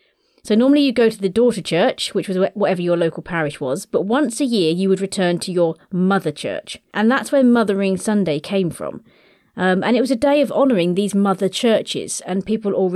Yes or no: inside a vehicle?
no